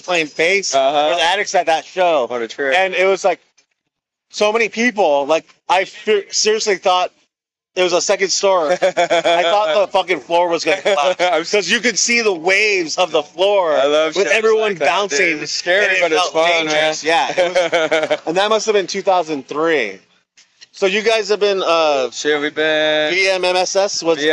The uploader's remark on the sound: live streaming at the Tower Bar for the Chili Dog Social